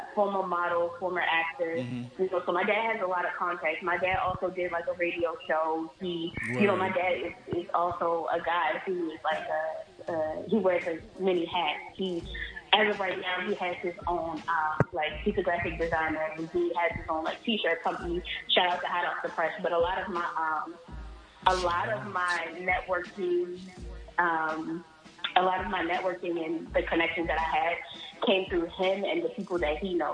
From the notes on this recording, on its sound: phoned